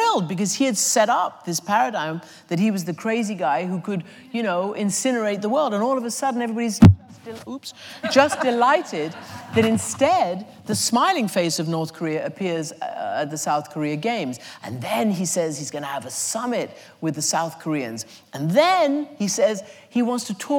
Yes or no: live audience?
yes